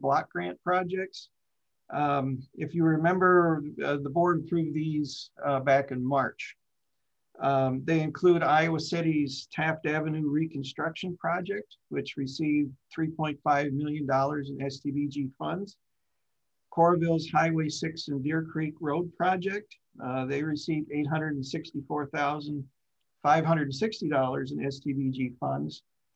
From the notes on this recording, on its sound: Zoom meeting